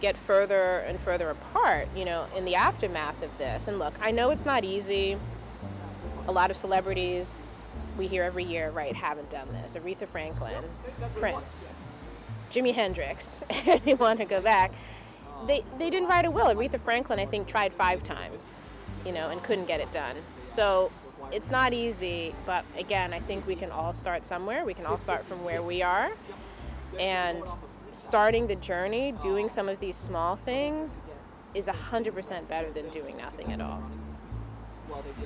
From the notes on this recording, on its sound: conversation recorded at a local Portland, ME brewery